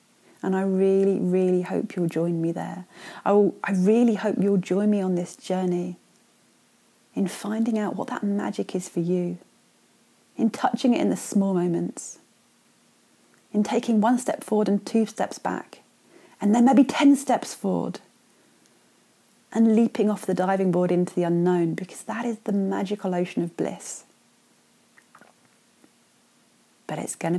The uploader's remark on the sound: raw unfiltered and totally unedited 'brains dumps' recorded as simple voice notes on my phone